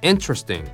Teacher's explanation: 出だしの E がストレスでね、口を横に引かない E なんだけれども、そこで押していきましょう。